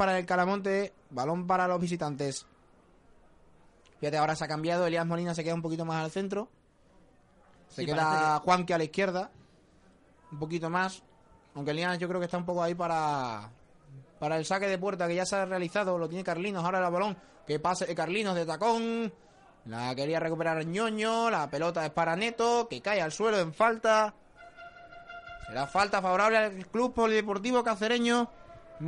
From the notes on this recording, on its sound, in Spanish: Retransmisión en directo de la primera mitad del partido CP Cacereño - CD Calamonte, de la joranda 27 de liga.